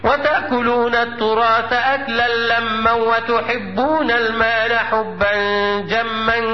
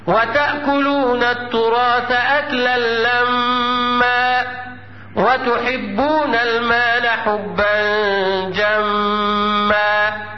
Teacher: وجوب إظهار الغنة بمقدار حركتين · Shown in: second take